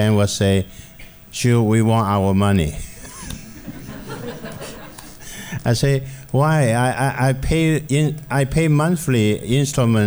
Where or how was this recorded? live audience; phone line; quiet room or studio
live audience